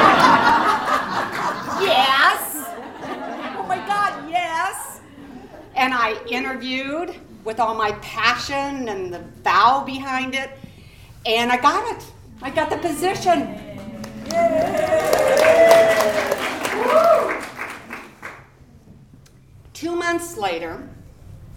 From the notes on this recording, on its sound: Urban Tellers is a live storytelling series in Portland, OR. Recorded live at Hipbone Studio.